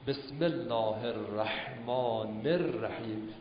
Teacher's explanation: این هی الله میباد بچسبه به را، رای رحمان، و دوبار را تلفظ میشه · Term: تشدید